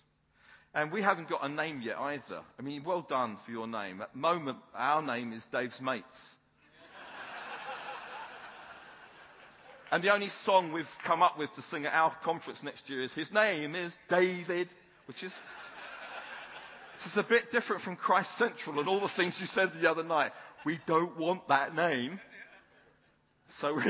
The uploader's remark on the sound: was recorded at North 2012 an event organised by ChristCentral, part of Newfrontiers.